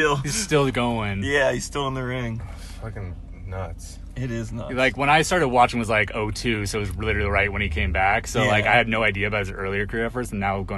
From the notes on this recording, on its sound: Sit down in the van. Before their show here in Boise.